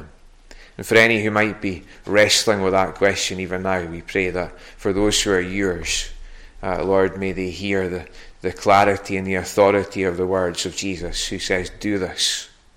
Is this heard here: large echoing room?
yes